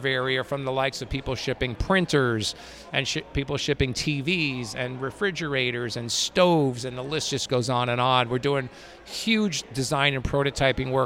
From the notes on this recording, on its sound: Aquademia Live! From the Responsible Seafood Summit 2023.